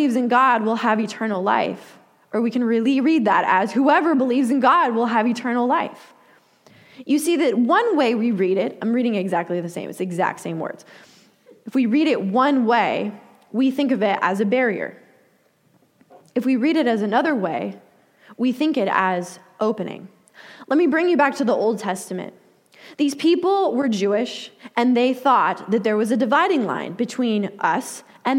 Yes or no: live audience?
yes